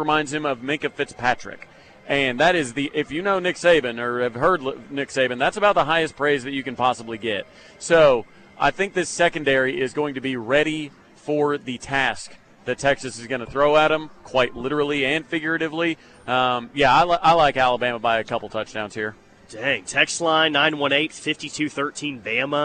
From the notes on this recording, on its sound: goes live from the HBC Bob Stoops Charity Golf Tournament at Jimmie Austin